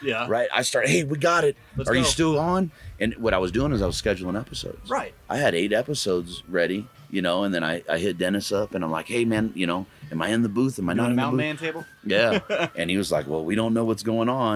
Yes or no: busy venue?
yes